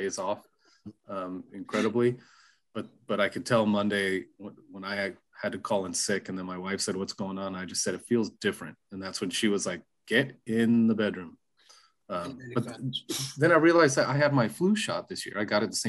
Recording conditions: video call